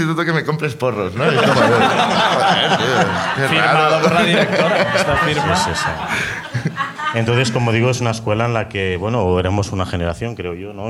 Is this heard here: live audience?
yes